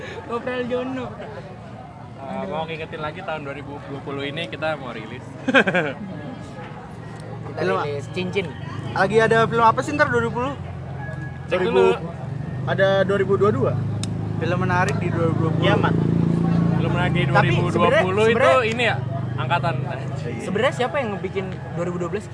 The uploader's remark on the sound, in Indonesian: lagi nongkrong di filkop, tiba tiba hapenya ngerekam sendiri lagi